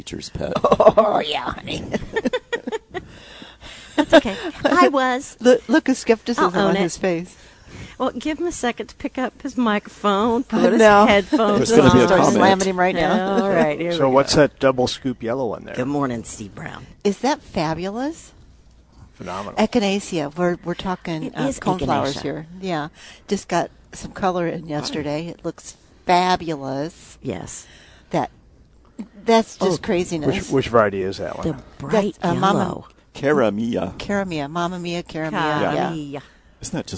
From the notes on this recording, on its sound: Plant Experts Live at Prairie Gardens.